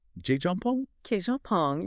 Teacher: You don't want to use a soft, breathy P sound like in the word pond. You want to give it a sharp, almost bouncing emphasis.